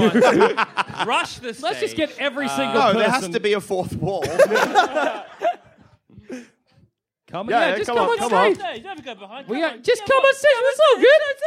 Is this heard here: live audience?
yes